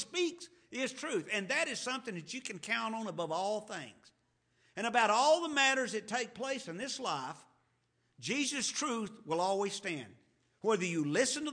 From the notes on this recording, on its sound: To the Lubbock Primitive Baptist Church.